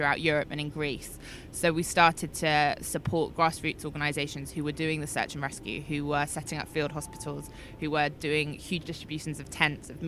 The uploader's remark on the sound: The third, final and possibly most important of our three episodes recorded at the Cannes Lions International Festival of Creativity 2018.